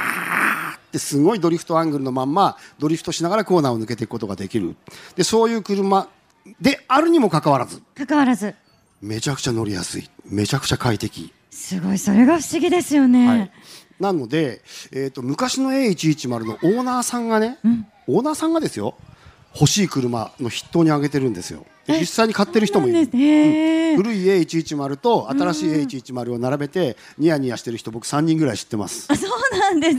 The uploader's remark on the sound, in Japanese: LEVOLANT CARS MEET YOKOHAMA 2019 での。公開収録の模様をたっぷりお届けします。ご来場いただいた方々、本当にありがとうございました!